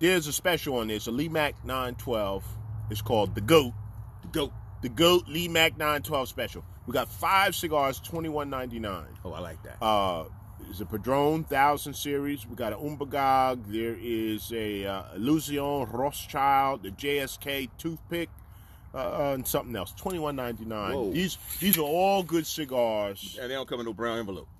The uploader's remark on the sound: We sit outside. By the fire with our sticks and a glass of well you know.